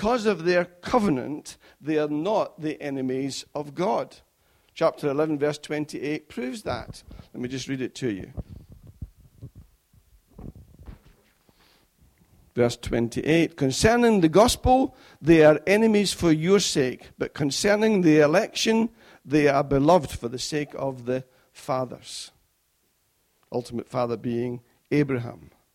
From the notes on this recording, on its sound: Recorded at freedomcentre church, Preston on Sunday 21st February 2016